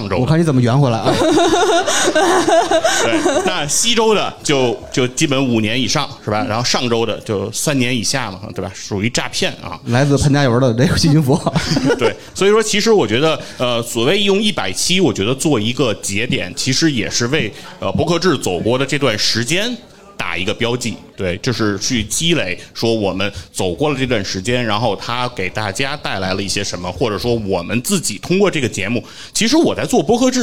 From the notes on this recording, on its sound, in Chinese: 本期节目在上周六的北京播客生态沙龙线下录制